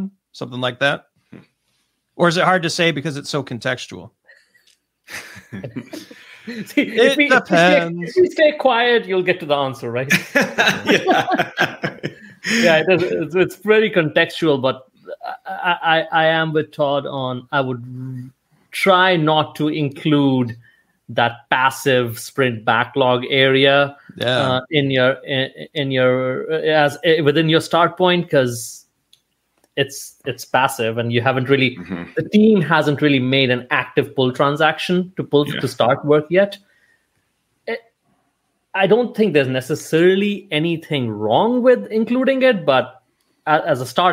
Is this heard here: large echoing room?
no